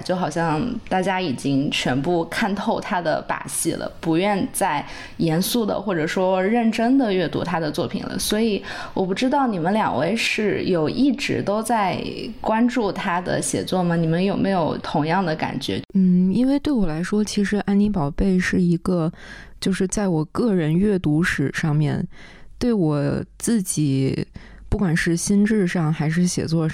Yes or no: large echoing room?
no